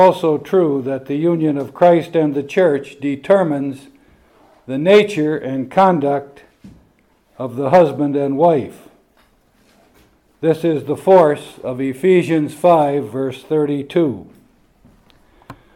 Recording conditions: live audience